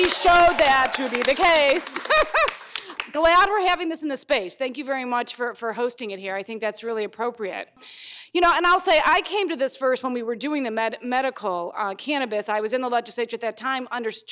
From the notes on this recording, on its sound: The Broad Cast's first-ever live taping hosted at EvolveHer. This month’s special live taping.